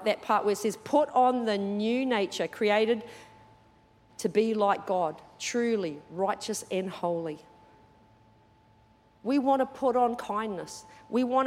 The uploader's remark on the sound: Recorded during our 9am service.